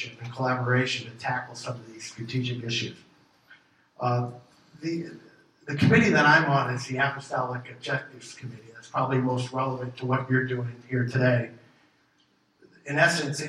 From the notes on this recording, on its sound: gives the keynote talk at the January State of the CAT meeting